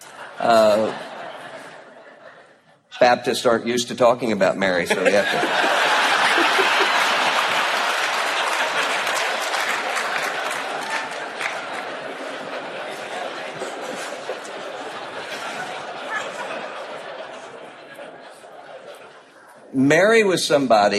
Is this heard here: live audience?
yes